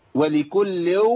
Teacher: الغنه تفخم حسب الحرف اللي قبله في الغنه. الغنه هنا مرققه